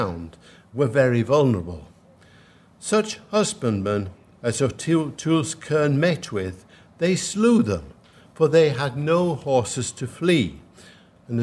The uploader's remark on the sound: at the 2022 Tudor and Stuart Ireland Conference